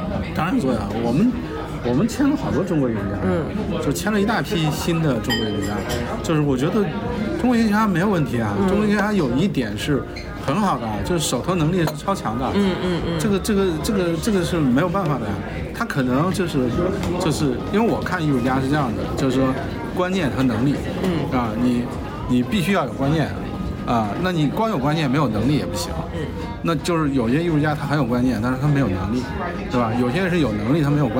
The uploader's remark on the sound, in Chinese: 两周前在纽约某酒店大堂吧的一次聊天。因为录制环境原因， 噪音较多，还请听众多多包涵。